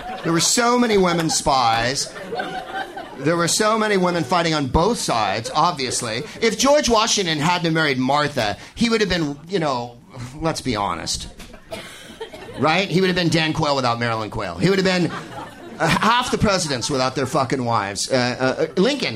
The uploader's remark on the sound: Live from the Punchline in San Francisco